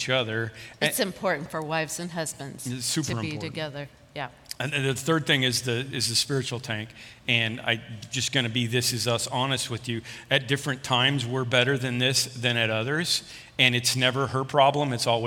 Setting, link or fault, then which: setting, large echoing room